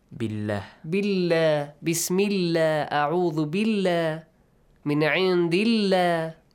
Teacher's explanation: The two important rules about the rule of the rules of pronunciation of the letter lam in the word Allah. So if there's a kasra sound before the word Allah, the lam in the word Allah is pronounced lightly